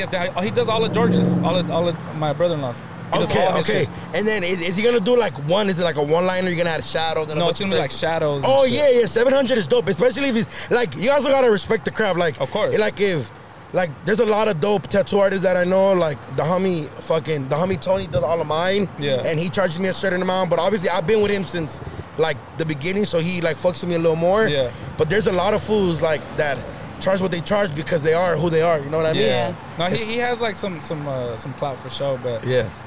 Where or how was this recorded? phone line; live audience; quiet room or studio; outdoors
outdoors